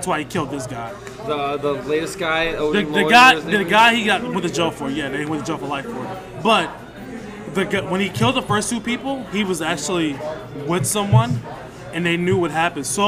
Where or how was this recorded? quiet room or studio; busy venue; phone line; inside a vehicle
busy venue